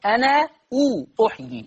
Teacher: أثبت ورش ألف أنا وصلا